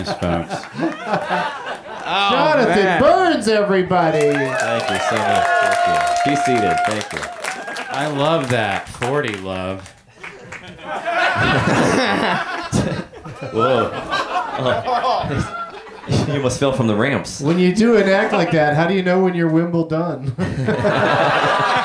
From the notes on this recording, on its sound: Live from the UCB Theatre